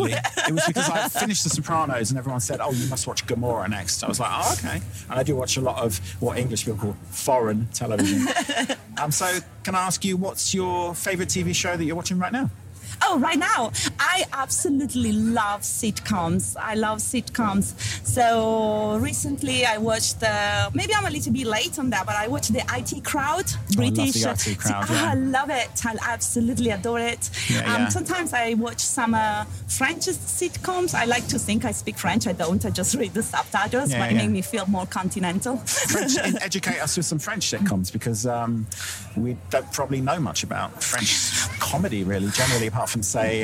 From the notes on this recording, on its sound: I take to the streets of Edinburgh during The Fringe to accost tourists and artistes in town for the World's biggest arts festival. Armed with not one, but sometimes two microphones, I go in search of soundbite gold by asking people about their likes and dislikes.